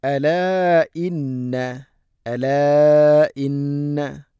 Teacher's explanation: മദ്ദിൻ്റെ അക്ഷരമായ അലിഫ് ശേഷം ഹംസ അടുത്ത പദത്തിൽ മദ് മുൻഫസിൽ നാലോ അഞ്ചോ ഹറക്കത്ത് വരെ നീട്ടാവുന്ന മദ്. അലാ ഇന്ന നൂൻ ഷദ് മണിക്കണം.